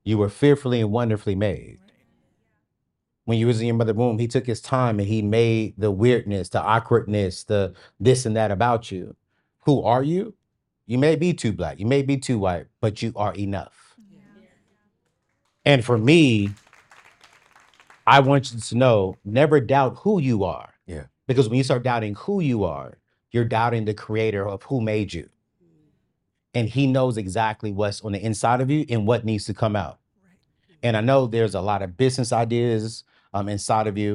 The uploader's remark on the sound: our very first Live Show